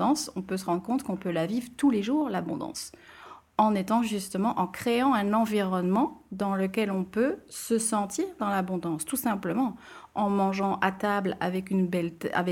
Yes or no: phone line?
no